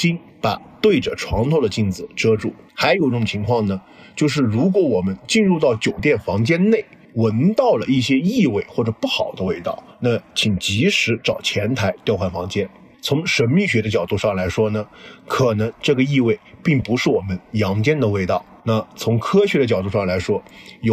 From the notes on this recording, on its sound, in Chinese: 因为时间很仓促，是在外面大马路上迎着车来车往录制的，所以底噪特别大，请各位小伙伴们谅解，音质虽然差强人意。